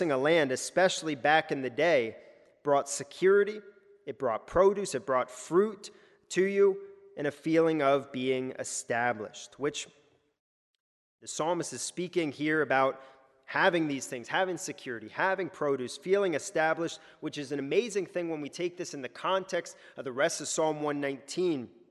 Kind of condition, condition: setting, large echoing room